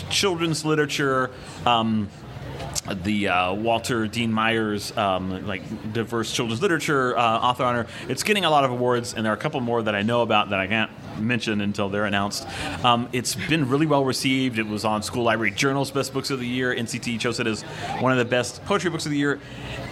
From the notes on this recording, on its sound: a session from the 2019 Tucson Festival of Books